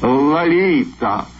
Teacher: А теперь по-русски. Первый слог имени звучит скорее как «а», чем «о»